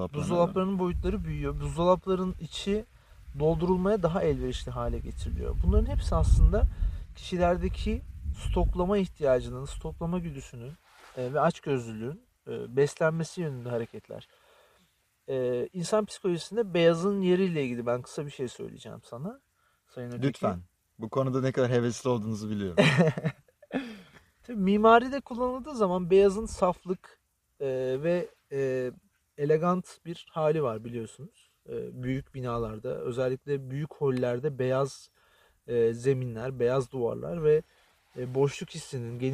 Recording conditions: wind noise